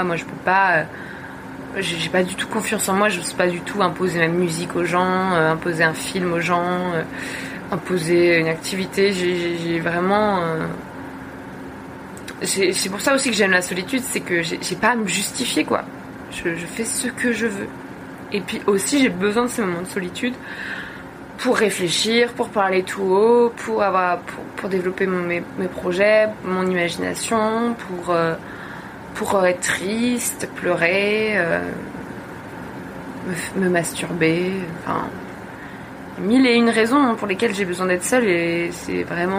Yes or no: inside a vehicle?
yes